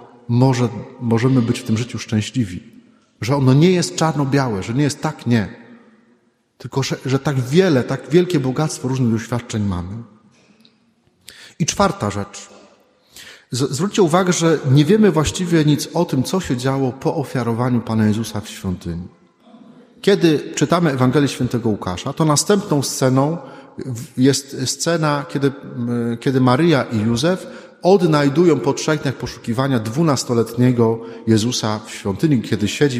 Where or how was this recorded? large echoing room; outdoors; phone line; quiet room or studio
large echoing room